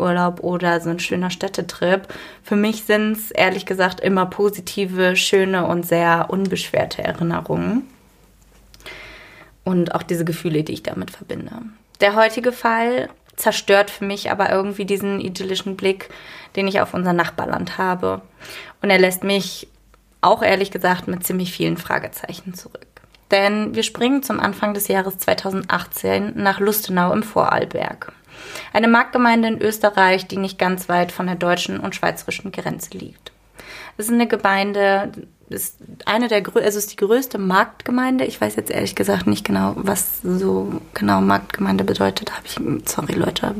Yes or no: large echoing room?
no